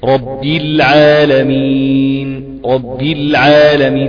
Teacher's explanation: بص يا شيخ، اولا قراءتك طيبة جدا، ربنا يحفظك يا اخي، ربنا يكرمك، ولكن عايز اقول لك حاجة، اتمام الكسر رب العالمين فتح العين جيدا مع الترقيق